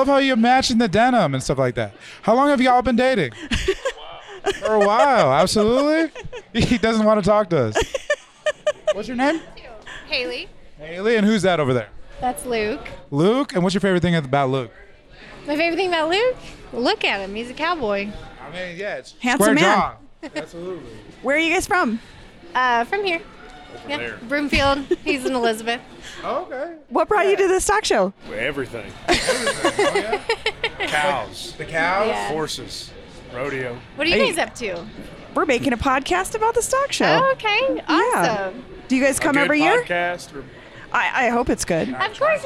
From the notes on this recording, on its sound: Live at the National Western Stock Show. As they talk to ranchers and vendors, old-timers and outlaws, and all sorts of colorful characters in town to carry on this beloved Denver tradition.